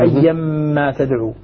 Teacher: وأدغمت التنوين بالميم فصارت ميما مشددة